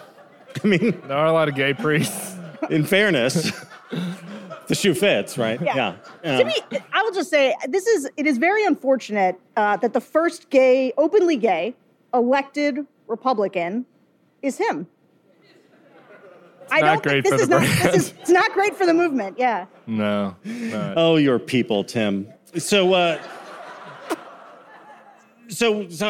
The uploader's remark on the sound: Live From LA. The gang hit the road this week with a live show from the Avalon Hollywood.